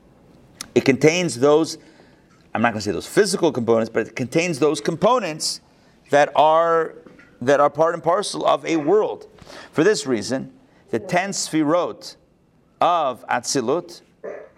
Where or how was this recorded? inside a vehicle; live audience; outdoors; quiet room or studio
live audience